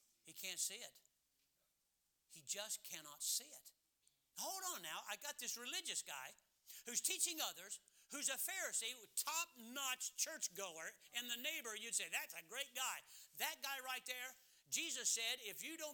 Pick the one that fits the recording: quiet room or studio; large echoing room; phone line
large echoing room